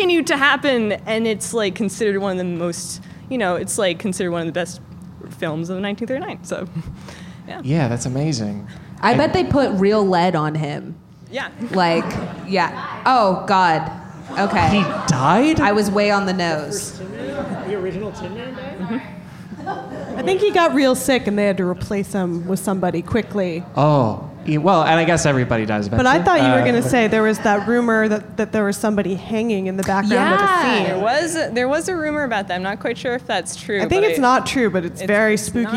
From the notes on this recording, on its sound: LIVE at UCB Sunset